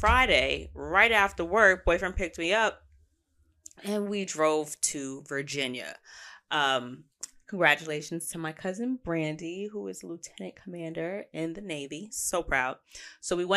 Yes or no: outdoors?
no